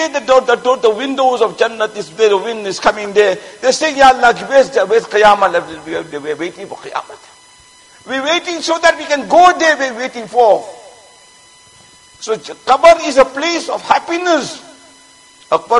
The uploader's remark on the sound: Jumuah lecture at Masjid Mueenuddeen